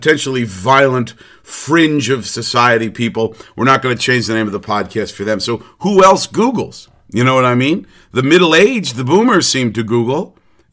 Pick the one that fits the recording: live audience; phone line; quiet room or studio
quiet room or studio